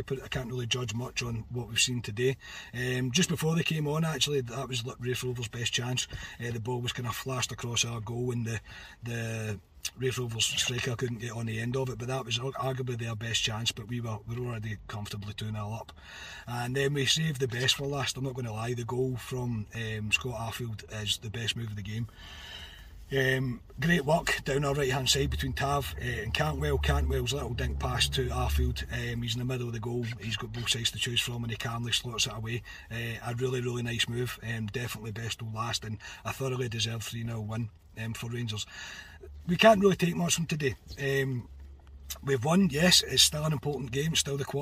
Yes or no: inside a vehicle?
yes